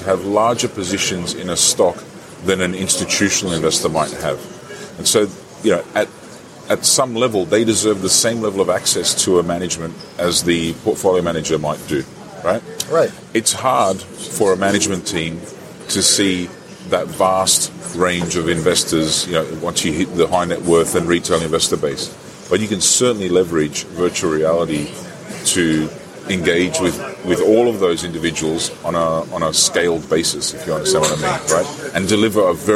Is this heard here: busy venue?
yes